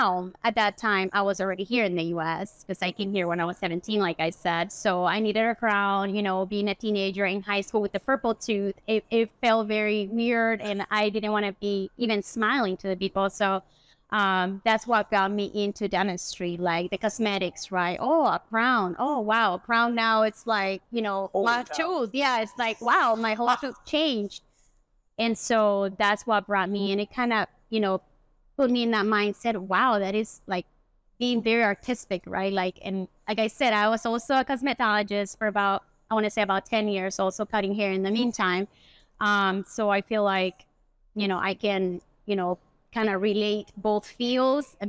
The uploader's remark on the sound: live from the Chicago Midwinter Show